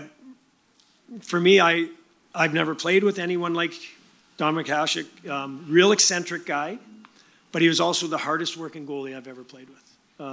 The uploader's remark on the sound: Live From Victoria